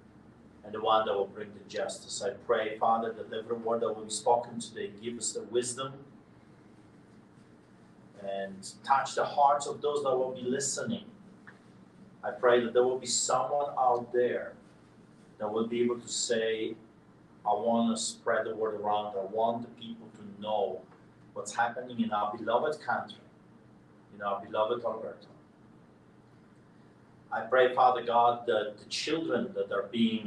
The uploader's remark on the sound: attends a press conference